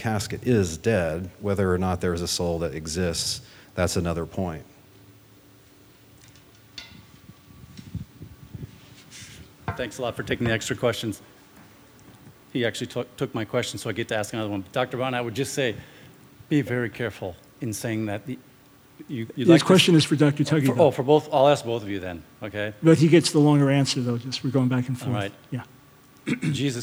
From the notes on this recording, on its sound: Questions from the Audience